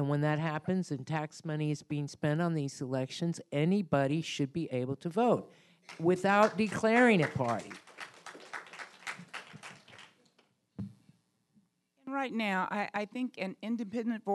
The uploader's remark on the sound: Here's the audio from the event